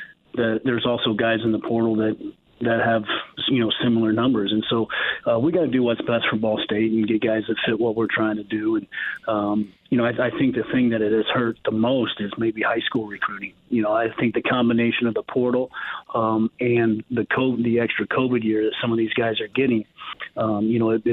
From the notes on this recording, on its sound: Fans submit questions and comments online! Opens the phone lines to take some calls. The first hour wraps up with some question and comments from listeners online and through the phones! He also takes some calls from listeners!